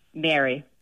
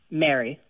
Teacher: Mary's with the E sounds maybe a little bit shorter · Shown in: second take